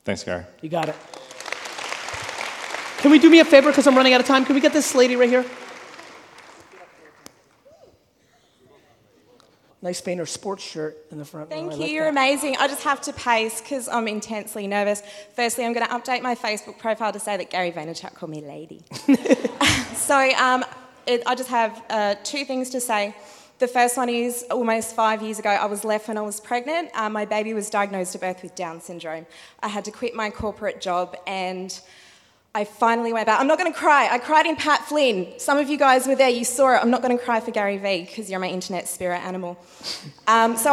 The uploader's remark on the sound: A Keynote: Business Squared in Brisbane, Australia. There's a number of questions from the audience.